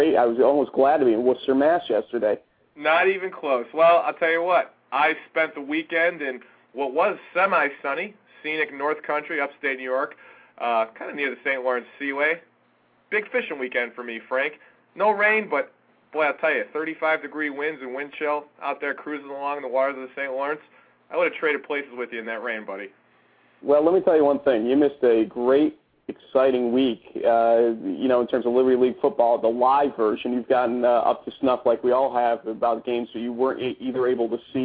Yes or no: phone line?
yes